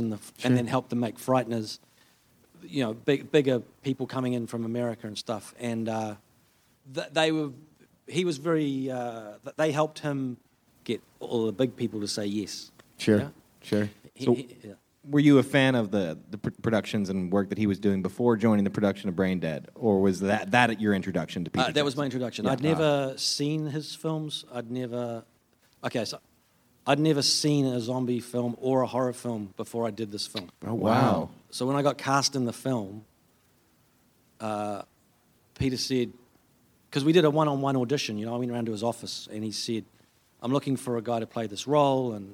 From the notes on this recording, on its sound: Camp Nightmare hosts a live discussion panel. At Creature Feature Weekend.